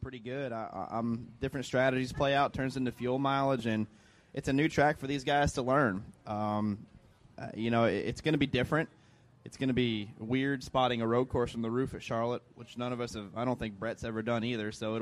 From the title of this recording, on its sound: DBC is live from JRM Fan Day